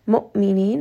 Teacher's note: Hamza here is going to have jahar. Make sure that it is having that abrupt stop inside of the throat. Mu'minin, four count mad.